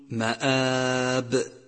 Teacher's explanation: يجب إخراج الباء من مخرجها مع الانتباه إلى تحقيق صفتي الشدة والجهر، أي حبس الصوت والنفس، فمن الخطأ أن تقول مآب، والصواب أن تقول مآب.